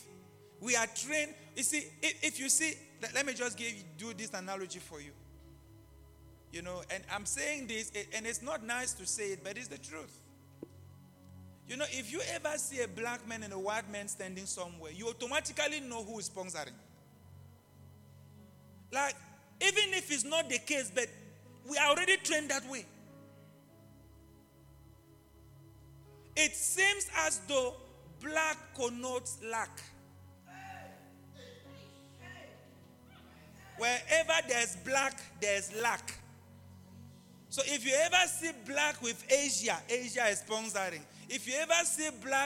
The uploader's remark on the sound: LIVE AT ABC ROBEGA